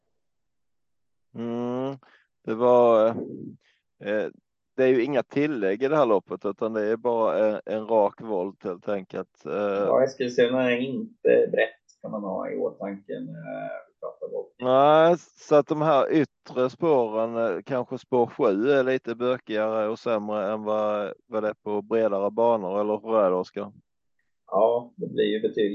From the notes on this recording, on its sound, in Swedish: Fortsatt teknikstrul, Inte bästa kvaliten på ljudet.